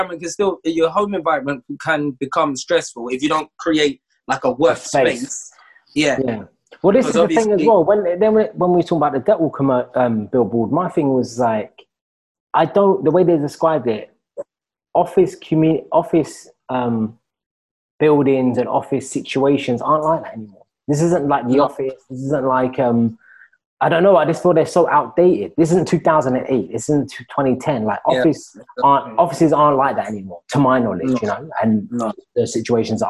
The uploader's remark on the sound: Filmed over Zoom